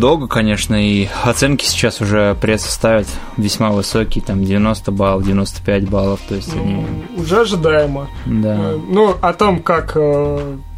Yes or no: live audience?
no